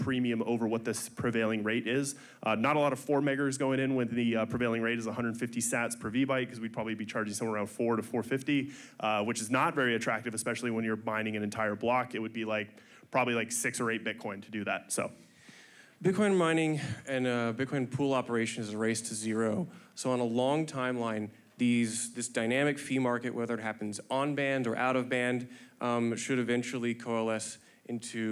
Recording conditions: busy venue